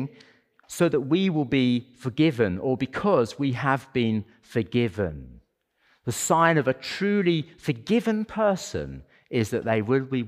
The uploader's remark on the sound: as part of our Sunday worship service